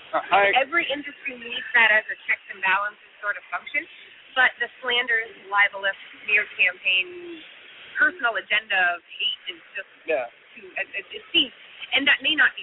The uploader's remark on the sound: The MSP Show is on the road again! From the show floor at Autotask Community Live in Miami, Florida.